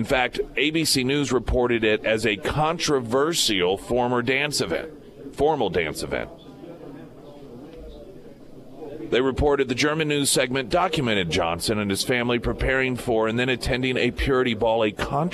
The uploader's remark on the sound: live at Scramblers Diner for the Friday Road Show.